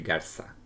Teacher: Here it would be Garza, with a very sibilant Z.